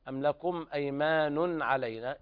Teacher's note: إظهار حلقي لوقوع العين بعد النون الساكنة